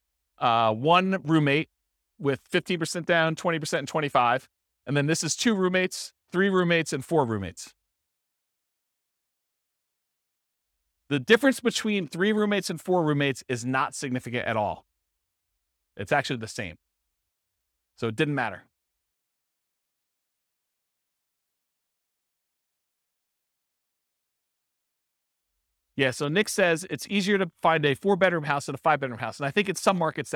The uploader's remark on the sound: This was a live class recorded.